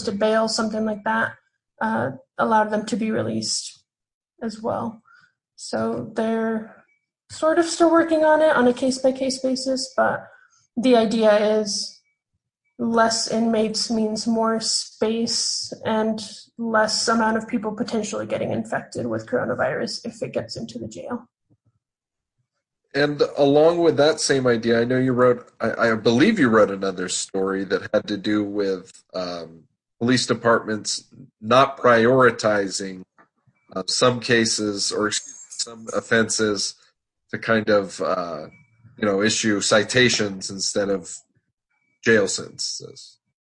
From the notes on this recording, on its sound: Sitting down over Zoom.